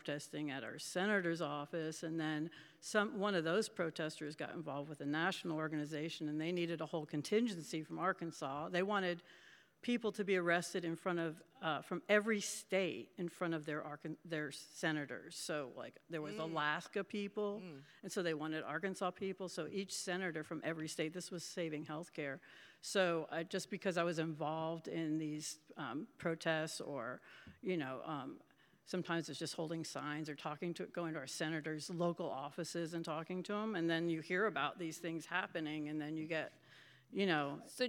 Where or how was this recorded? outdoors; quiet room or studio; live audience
live audience